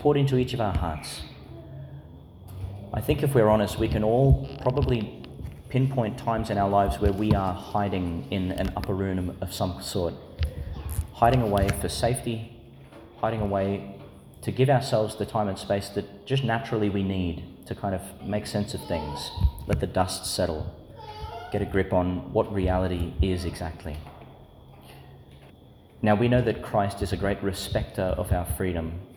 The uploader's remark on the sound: delivered in St Patrick's Church, Calliope, Qld.